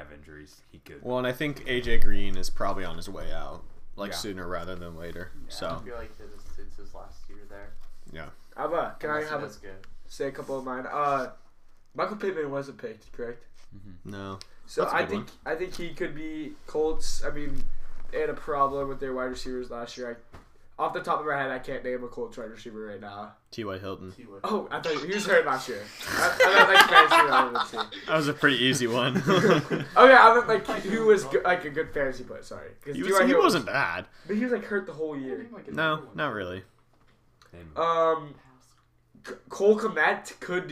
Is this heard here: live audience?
no